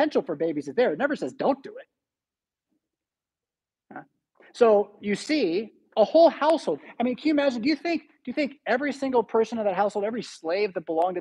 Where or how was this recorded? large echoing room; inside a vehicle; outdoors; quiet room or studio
large echoing room